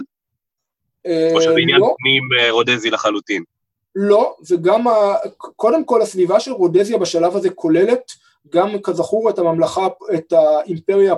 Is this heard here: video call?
yes